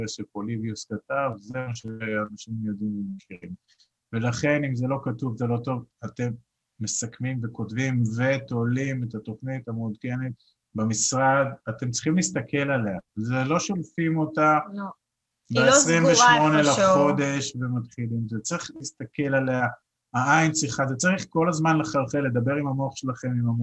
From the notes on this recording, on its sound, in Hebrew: הוקלט בחי בזום.